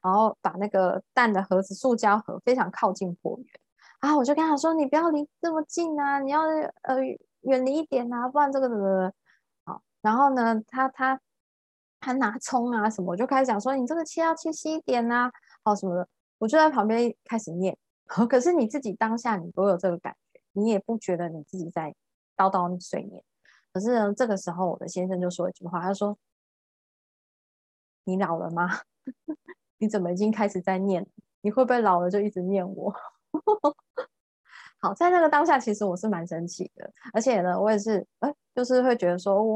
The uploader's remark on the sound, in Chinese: ZOOM線上公益講座